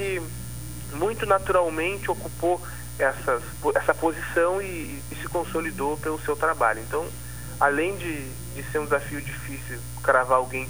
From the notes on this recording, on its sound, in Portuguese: por telefone